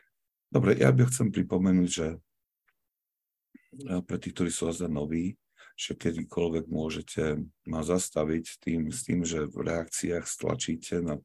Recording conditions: video call